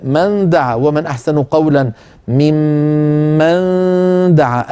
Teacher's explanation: أتت بصوت إخفاء النون عند الدال